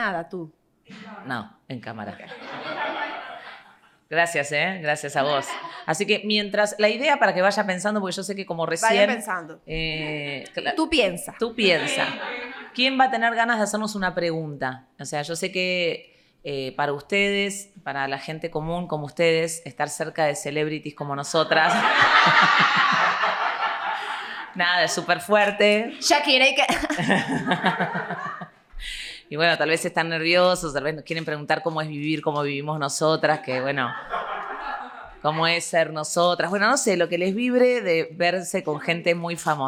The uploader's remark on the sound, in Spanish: Hoy, en nuestro primer episodio en vivo, nos hemos lanzado a la aventura, rodeados de nuestros fieles oyentes